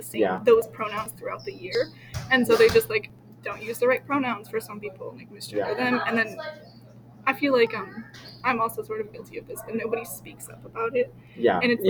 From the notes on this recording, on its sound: we were at school so there's quite a bit of background noise